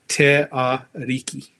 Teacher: it's a R like a Japanese or a Spanish R, a hard R. Instead of a R, it's a D R. · Term: Cook Island Maori